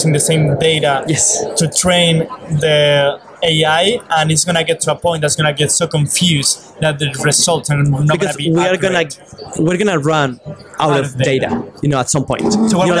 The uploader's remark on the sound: Live at the NYSCATE annual conference.